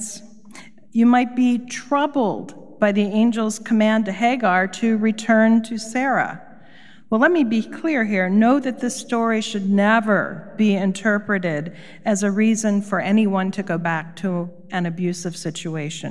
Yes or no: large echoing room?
yes